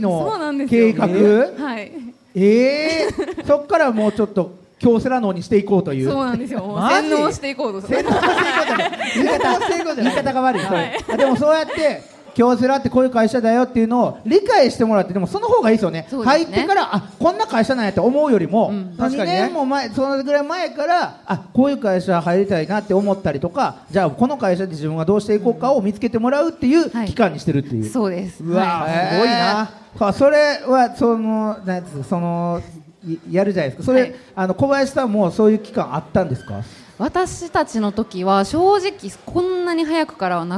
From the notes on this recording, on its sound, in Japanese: 京セラ本社に来ちゃいましたスペシャル』京セラで出張公開収録やりました！